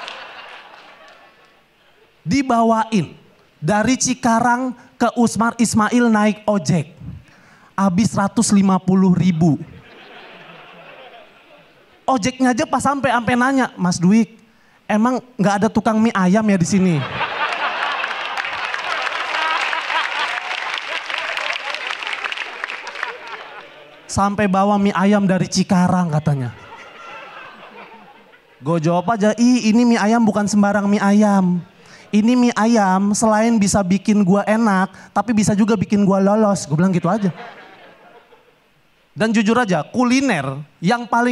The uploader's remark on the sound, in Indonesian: berhasil memecahkan tawa penonton